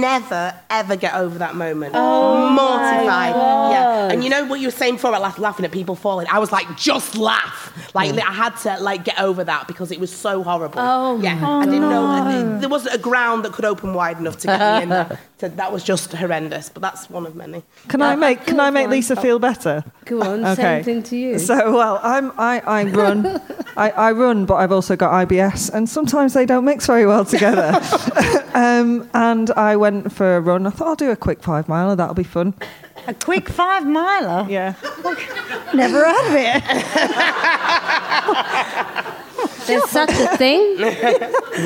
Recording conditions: live audience